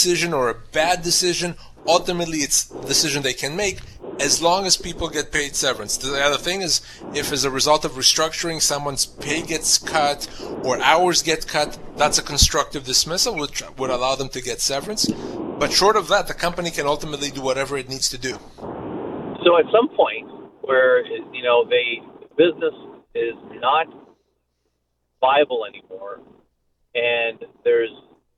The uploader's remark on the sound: answers all of your questions in addition to your phone calls